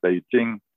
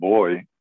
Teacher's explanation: a native English speaker will hear a voiceless unaspirated stop like in Beijing as the same as a voice stop like in boy, as if they're the same sound.